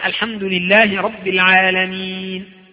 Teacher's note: فان كانت مفتوحة، ركزوا معي، طبعا هذا الكلام انا شرحته قبلا لكن سأقوله سريعا، ان كانت مفتوحة لك فيها ثلاثة اوجه، لك فيها ثلاثة اوجه، لك فيها القصر حركتين، توسط اربعة، المد ستة، نقول لك فيها المدود الثلاثة مع السكون المحض، مع السكون المحض، يعني اذا سأنطق مع سكون محض، يعني الحرف يكون ساكن تمام.